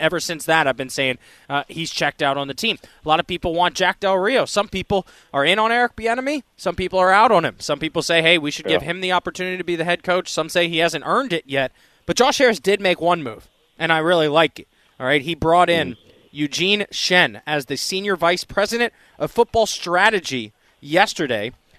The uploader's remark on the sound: live from the PickleBOO pickleball tournament